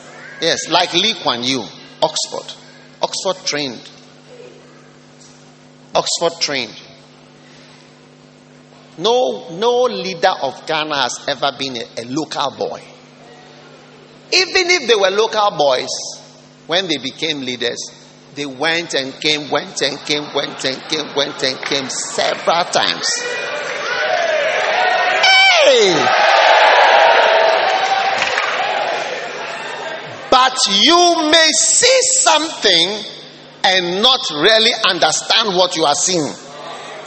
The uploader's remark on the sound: Preached at the Lighthouse Chapel International, Cornerstone Cathedral.